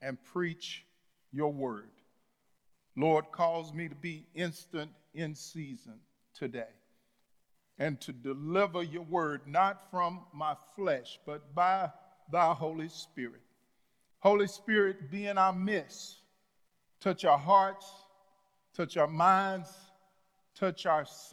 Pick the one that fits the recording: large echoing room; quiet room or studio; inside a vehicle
large echoing room